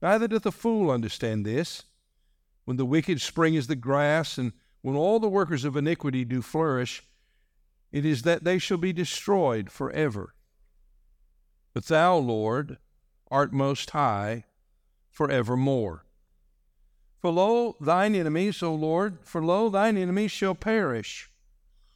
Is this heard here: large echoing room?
yes